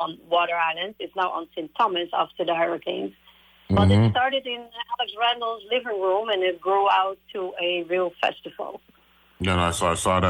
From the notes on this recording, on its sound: Broadcasting from St Thomas. Speaks on the phone.